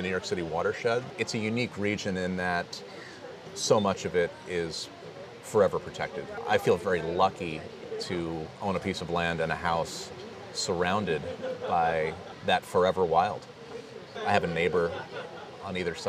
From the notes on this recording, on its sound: Recorded outside at Ole Savannah ’s in Kingston on the water.